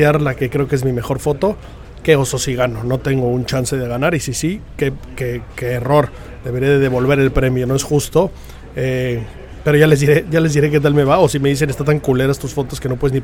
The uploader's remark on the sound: Live From The Open 151 st Dia 3